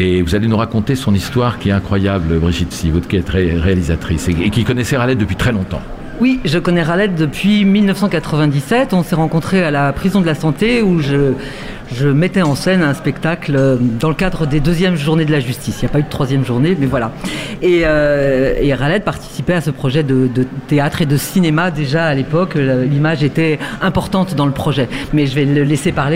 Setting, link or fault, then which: setting, busy venue